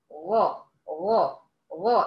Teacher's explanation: ارتفعي بأقصى لسانك، غا من خص ضغط انقض